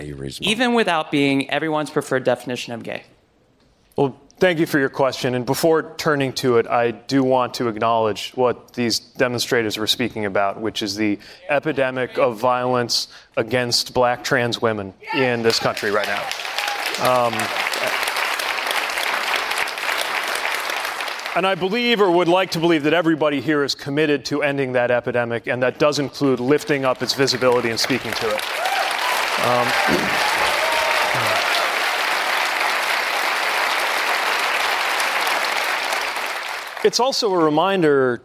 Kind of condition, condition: setting, live audience